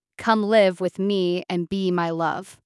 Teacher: The poem is written in iambic tetrameter, that's 8 syllables per line, with an unstressed stressed pattern, "Come live with me and be my love." This creates a bouncing, song-like rhythm that feels light and easy, almost hypnotic.